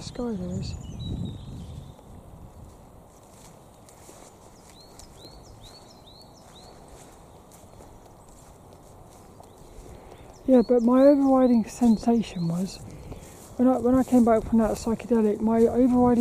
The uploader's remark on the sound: As I walk and talk around Plymbridge Woods.